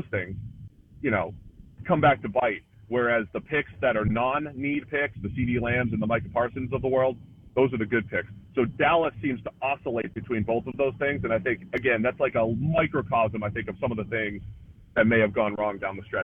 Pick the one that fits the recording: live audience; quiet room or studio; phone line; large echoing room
phone line